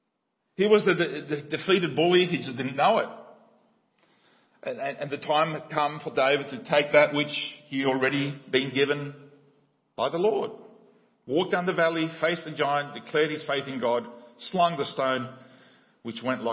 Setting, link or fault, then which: setting, large echoing room